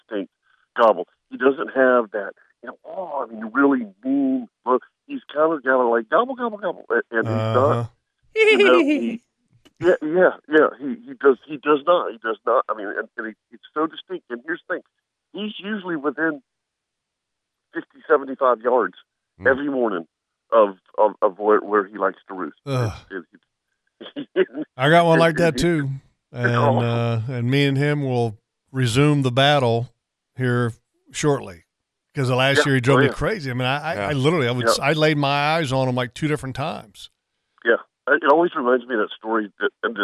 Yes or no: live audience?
no